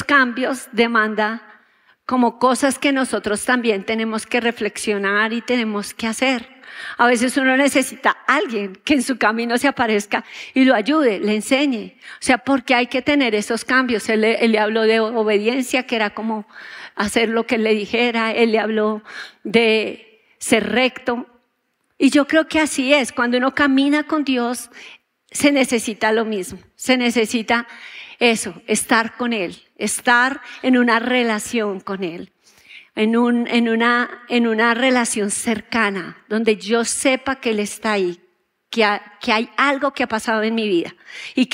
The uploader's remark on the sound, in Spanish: Grabado en auditorio Sin Muros Ministerio Internacional